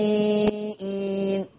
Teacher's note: ورش هيثبت فيها الهمزة، ورش هيثبت فيها الهمزة فتقرأ النبيين. · Term: يثبت الهمزة